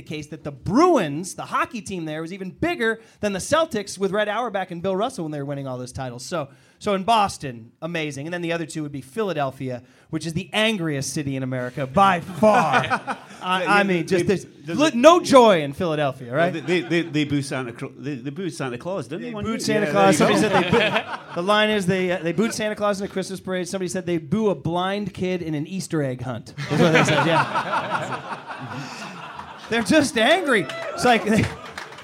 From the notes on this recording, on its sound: Today's show is coming at you live and dangerous from Foley's Bar in San Francisco